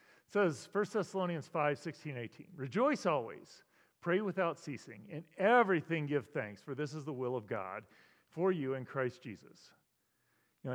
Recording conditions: large echoing room